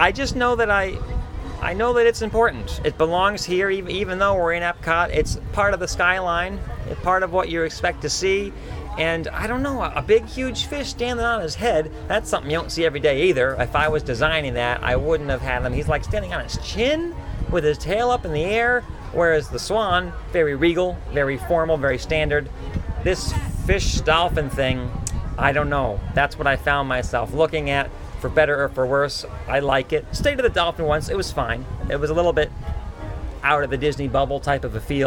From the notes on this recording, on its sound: On location, we talk about what we see from the Stave Church front porch.